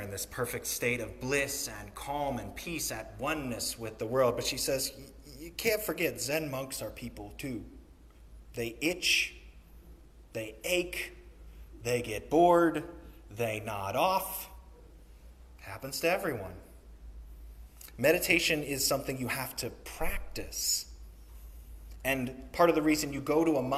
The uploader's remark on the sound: Sermon recorded on the Third Sunday in Lent.